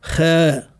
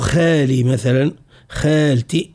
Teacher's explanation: بالفتح والممدود خاء إذا رققنا صوته، وهذا نطق محلي في تونس، في بعض مناطقنا في تونس ينطقوا بالخاء وبالغين إذا كان متحركا بالفتح وممدودا ينطقوا به مرقق